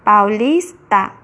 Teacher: O lis tem a maior intensidade sonora, por isso é a sílaba tônica.